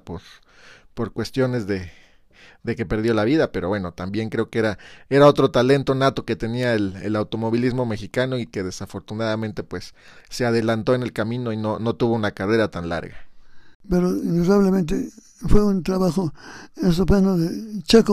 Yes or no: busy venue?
no